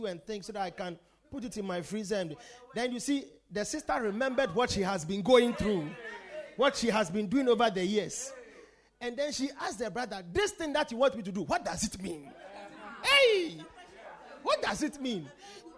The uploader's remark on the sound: Preached at The Victory Secrets Service.